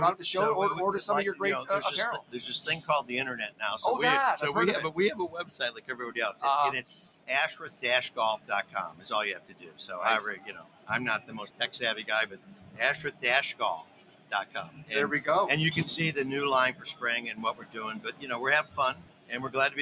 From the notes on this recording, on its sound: Live From The 2024 PGA Show Media Stage! Recorded six conversations with golf industry innovators on the Show Floor Media Stage.